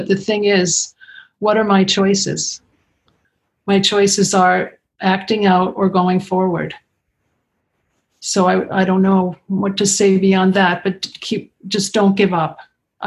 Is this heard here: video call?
yes